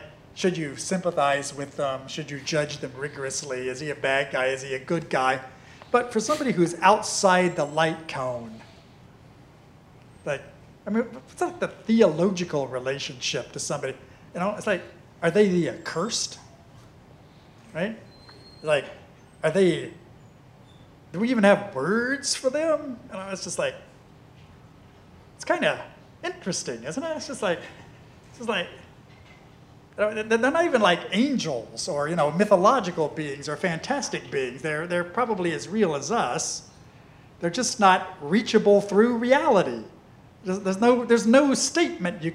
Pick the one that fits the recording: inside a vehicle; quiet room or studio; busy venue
busy venue